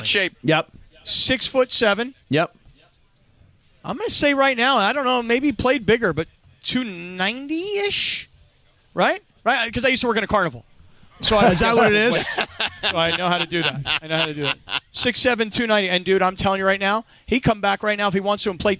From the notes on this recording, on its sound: Live From Covina. The crew is live from 7/11 in Covina! The COT and the 626 represent at the 7/11 live remote for LIT!